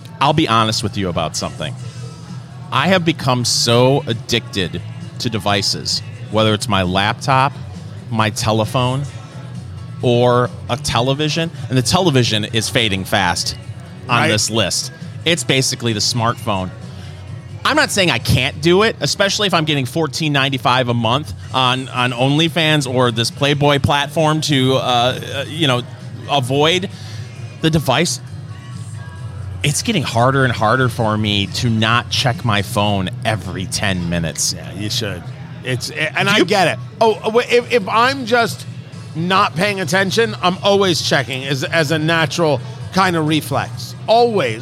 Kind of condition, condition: setting, busy venue